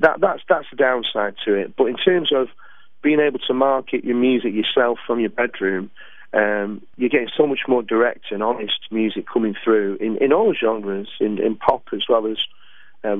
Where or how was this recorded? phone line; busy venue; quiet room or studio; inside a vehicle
phone line